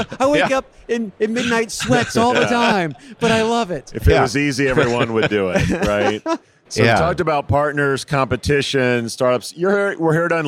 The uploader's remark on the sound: Recorded live from the Textkernel booth in Paris at Unleash